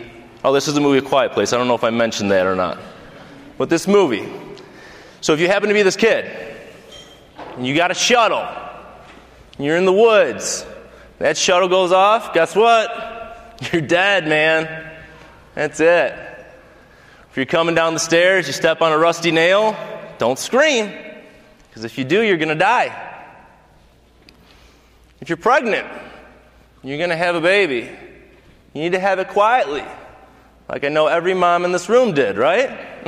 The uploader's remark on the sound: From Voices of Dentistry 2019. Speaks from the stage at VOD 2019.